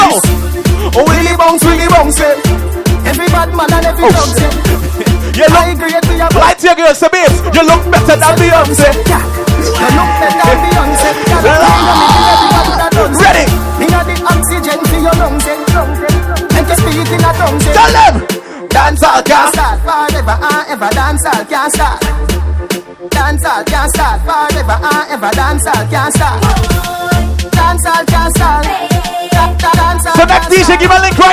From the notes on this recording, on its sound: LIVE AT FOF POOLSIDE OCT 2015